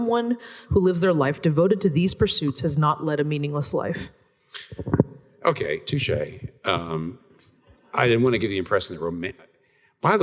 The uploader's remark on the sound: This Q&A session was recorded before a live audience on April 18, 2019 in New York City.